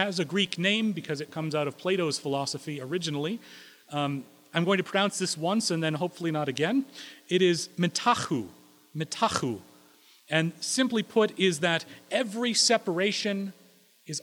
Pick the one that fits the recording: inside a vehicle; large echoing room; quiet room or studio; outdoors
large echoing room